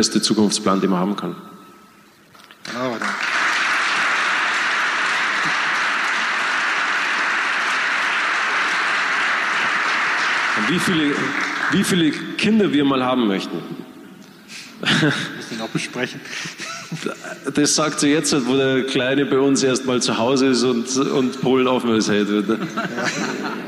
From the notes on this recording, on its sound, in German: bei unserer Veranstaltungsreihe "Augsburger Allgemeine Live" im Kleinen Goldenen Saal in Augsburg